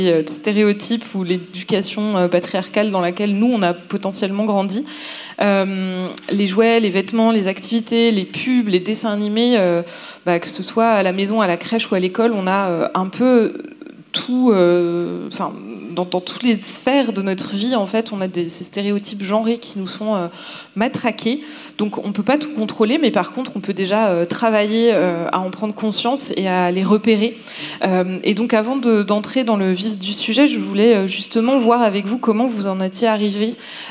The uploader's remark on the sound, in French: Au festival Babes Day. Lors de l’un des talks du Babes Day, le festival féministe organisé par notre association Babes Voices.